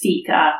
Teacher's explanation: It's Thika with an unvoiced TH.